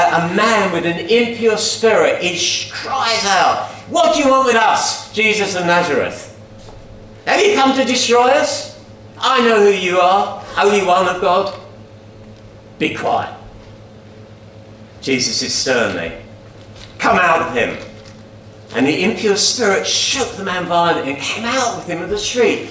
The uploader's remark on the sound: At King's Church, Cockermouth, as an audio file.